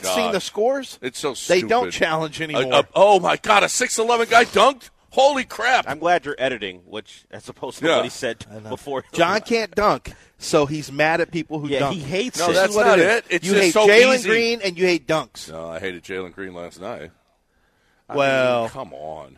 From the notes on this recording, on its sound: Live from The Golden Nugget